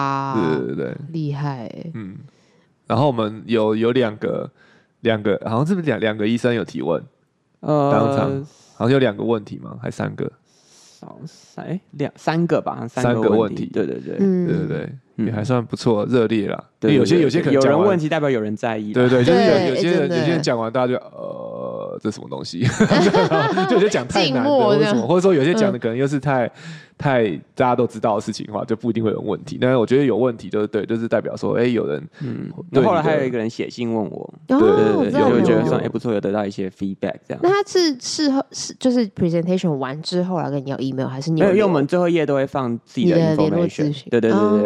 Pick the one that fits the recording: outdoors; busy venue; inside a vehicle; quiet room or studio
busy venue